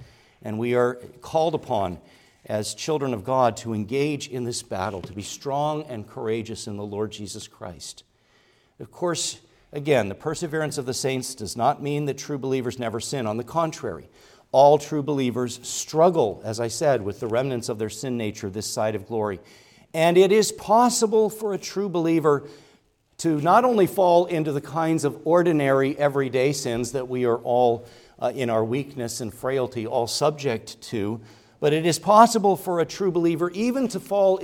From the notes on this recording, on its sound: preached at Grace Orthodox Presbyterian Church in Sewickley, PA, during the evening Worship Service on Sunday, November 05, 2023.